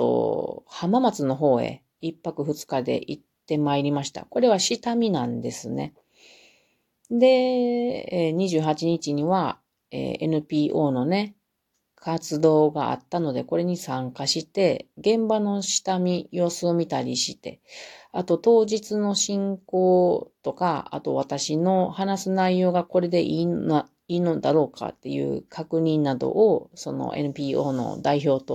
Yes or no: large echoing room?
no